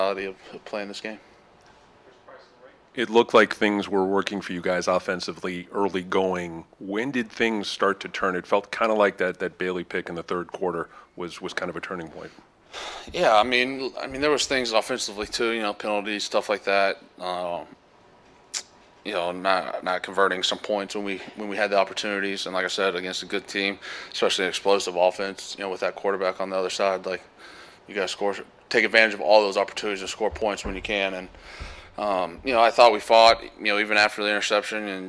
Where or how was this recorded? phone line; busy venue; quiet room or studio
busy venue